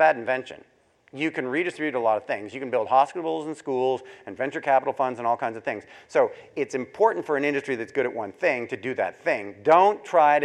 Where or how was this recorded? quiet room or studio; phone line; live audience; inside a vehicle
live audience